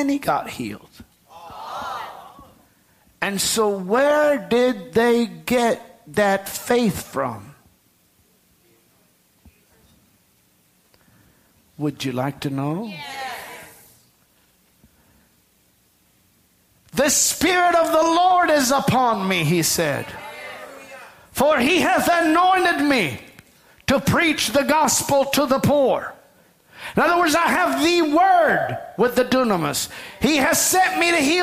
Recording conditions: large echoing room